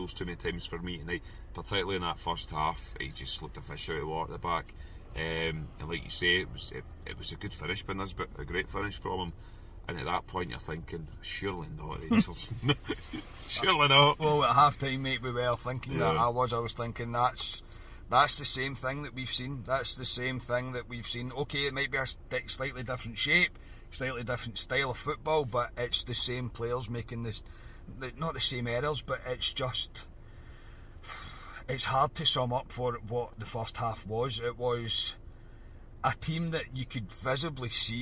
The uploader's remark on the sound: reaction from the car after leaving Ibrox